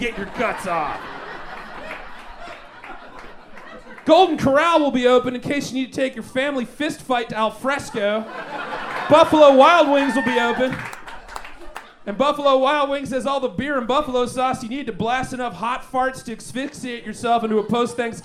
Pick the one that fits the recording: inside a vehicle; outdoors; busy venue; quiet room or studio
busy venue